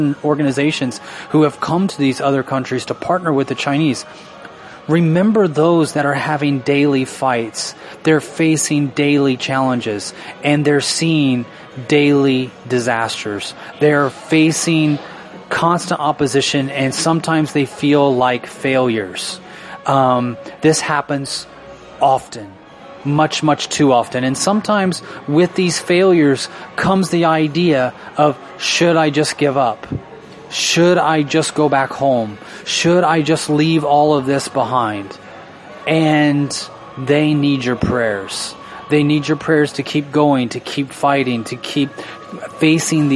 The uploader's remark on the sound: Live From Denny's Diner